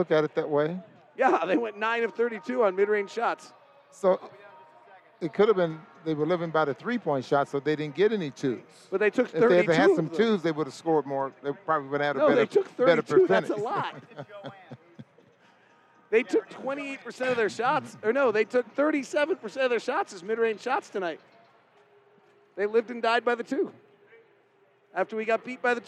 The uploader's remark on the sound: Postgame press conference audio